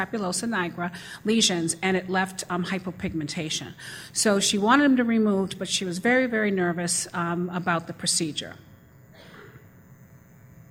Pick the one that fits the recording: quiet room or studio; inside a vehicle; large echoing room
large echoing room